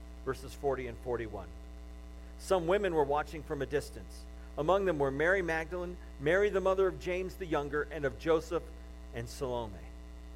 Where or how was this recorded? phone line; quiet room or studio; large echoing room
large echoing room